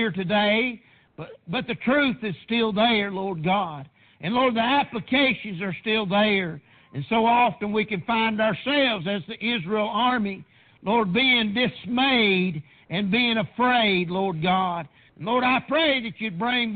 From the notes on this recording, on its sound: PREACHED AT PRAYER BAPTIST CHURCH.